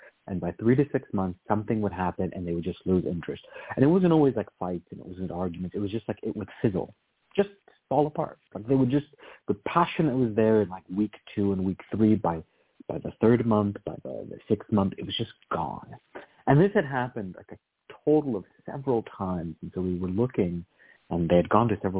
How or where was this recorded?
phone line